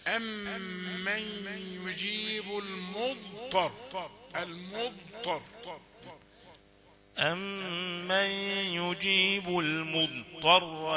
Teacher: أسمعنا صوت الضاد وهذا لا يأتي إلا إذا كان القراءة هادئة، أما السريعة فستأتي بطاء مشددة المضطر، هذا لا يصح.